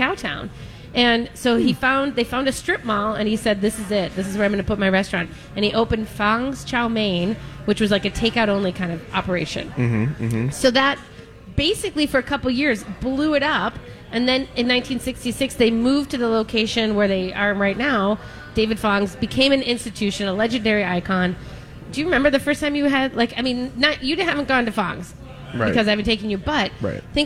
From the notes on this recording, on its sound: Live from Mallards! Broadcast live from Mallards Restaurant and Lounge in Bloomington!